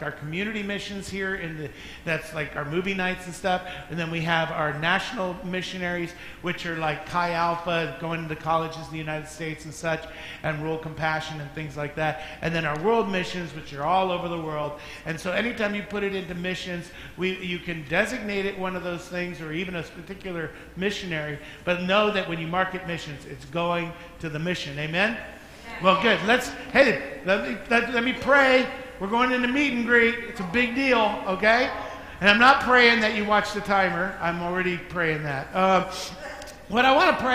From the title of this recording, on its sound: Mt. Zion Church Live!